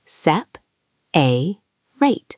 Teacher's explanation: Now, the middle vowel is a schwa.